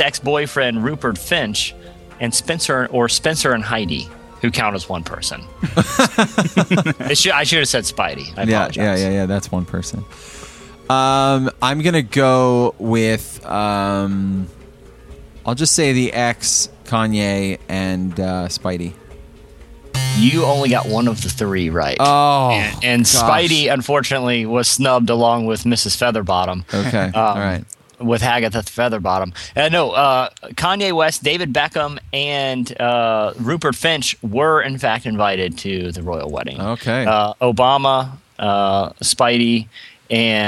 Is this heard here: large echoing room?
no